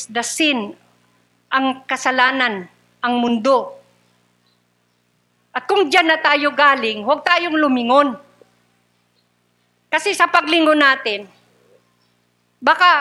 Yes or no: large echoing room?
yes